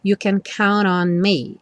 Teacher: o N já juntando o count com o on. Na música não acontece tanto porque como é uma música lenta, há uma pausa.